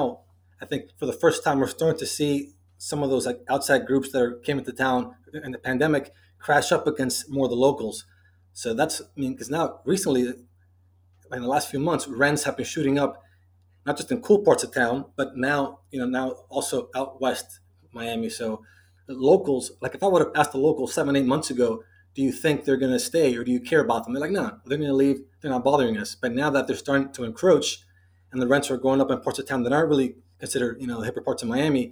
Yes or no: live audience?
no